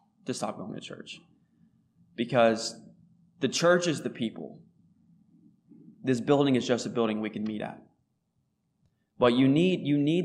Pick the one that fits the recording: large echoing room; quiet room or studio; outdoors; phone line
large echoing room